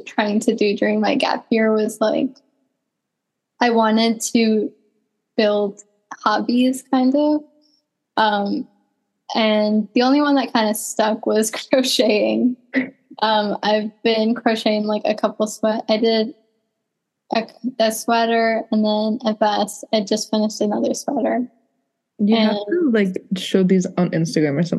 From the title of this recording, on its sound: Zoom Coffee Chats